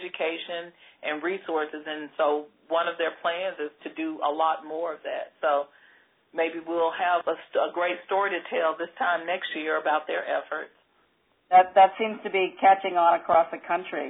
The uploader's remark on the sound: On this CommunityMatters® conference call